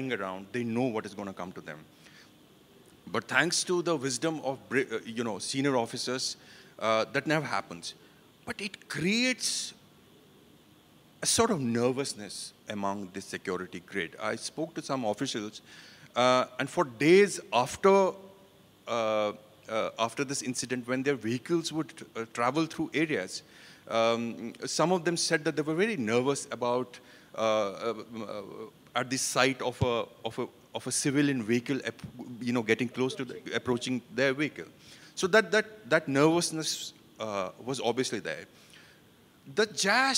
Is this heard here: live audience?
yes